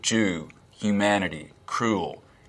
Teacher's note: the vowel in words like goose, Jew, Jew, humanity, humanity, cruel, we will be cruel to the Germans, is fronter in the mouth · Term: goose fronting